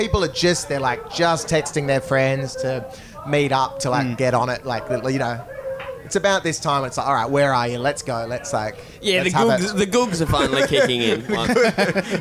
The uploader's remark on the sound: Betoota Live From Splendour.